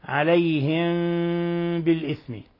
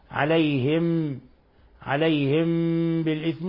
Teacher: ولاحظوا كيف تركت فرج يسيرة بين الشفتين مع غنة من الخيشوم · Shown in: first take